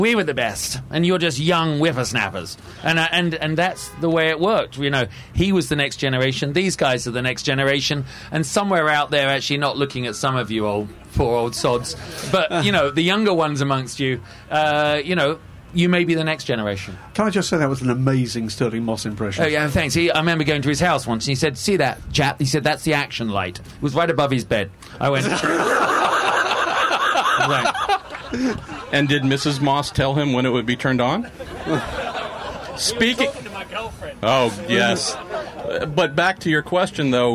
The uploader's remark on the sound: Live with Mazda From Daytona. Join in the fun from the Rolex 24 At Daytona edition of The Week In Sports Cars Live featuring Mazda Team Joest. To entertain more than 100 fans with stories and Q&A.